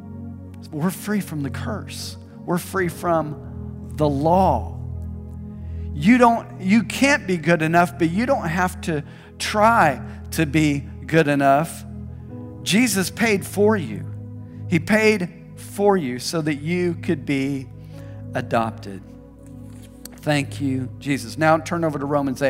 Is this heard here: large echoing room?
yes